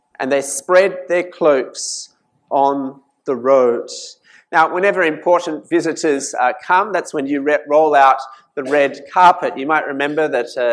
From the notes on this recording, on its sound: This sermon was preached at St Mary's Cathedral, KL on 6th January 2019.